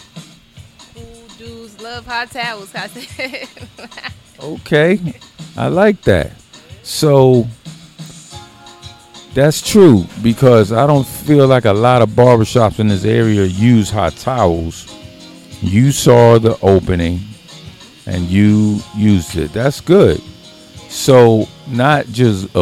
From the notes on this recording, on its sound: Friday at the barbershop-(Dre & Craig’s VIP Cuts). Chops it up live from Dre & Craig’s VIP Cuts-McDonough, Ga.